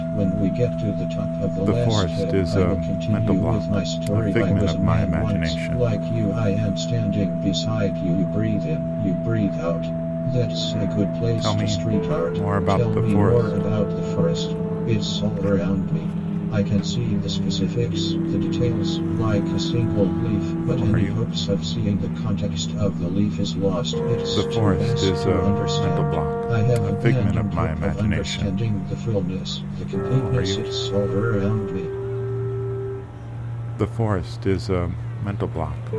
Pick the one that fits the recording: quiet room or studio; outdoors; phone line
outdoors